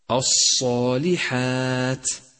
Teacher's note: رابعا، تأمل كلمة الصالحات ولاحظ تتالي الترقيق والتفخيم فيها، فالصاد مفخمة والألف تتبعها في التفخيم، واللام والحاء حرفان مرققان، والألف مرققة بعد الحاء، والتاء مرققة أيضا، أي هكذا الصالحات.